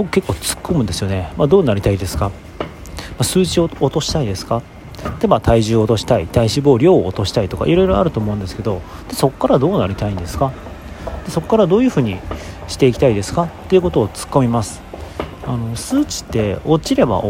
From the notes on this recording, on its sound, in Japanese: 朝活をしているときに収録しました。外で収録しているので、雑音が入ってます。